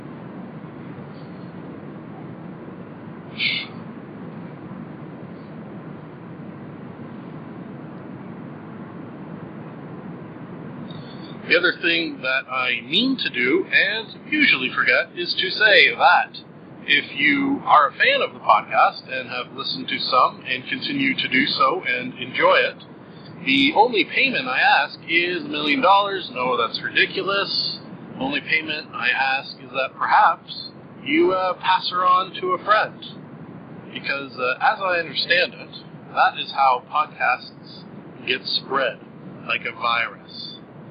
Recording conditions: poor sound quality